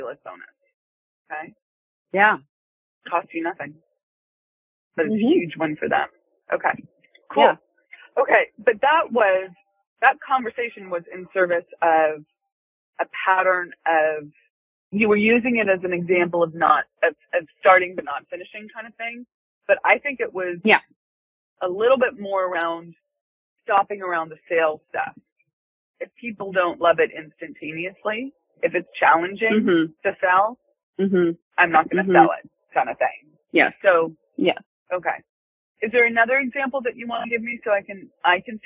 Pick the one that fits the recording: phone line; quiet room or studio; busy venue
phone line